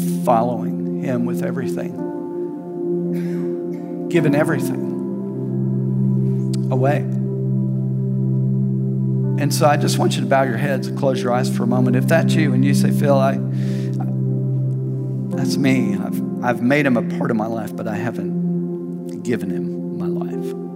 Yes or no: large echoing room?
yes